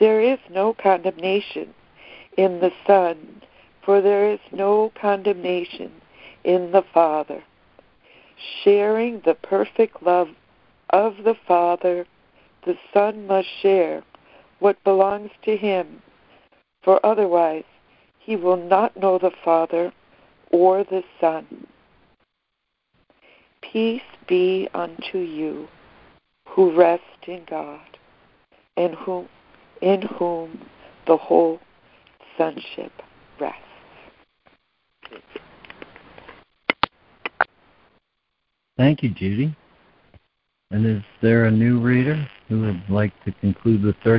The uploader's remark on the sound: ACIM Daily Conference Call